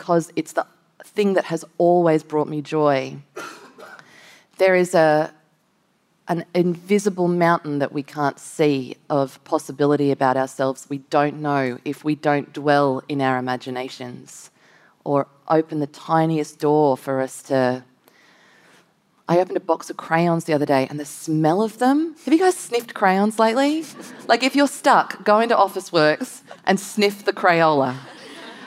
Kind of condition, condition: setting, live audience